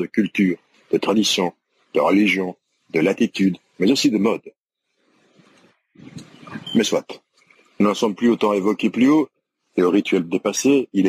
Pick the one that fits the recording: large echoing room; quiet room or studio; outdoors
outdoors